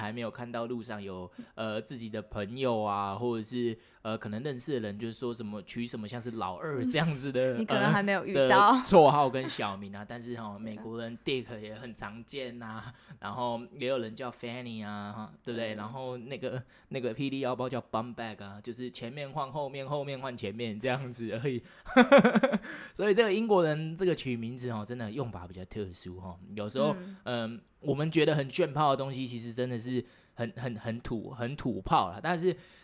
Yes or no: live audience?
no